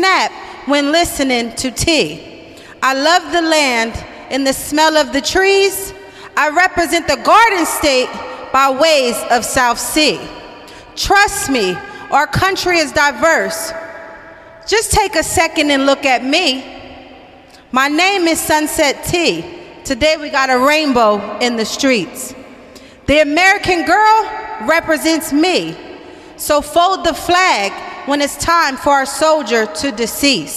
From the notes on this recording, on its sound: "Hang On to the Dream Open Mic Mondays" at the Hang On to the Dream Theatre in Hollywood, CA is an opportunity for singers and bands from across the country, and around the world, to come and perform. Taped live every Monday night.